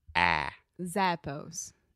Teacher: these people are saying eh, just like eh, eh, eh kind of, but it's ah.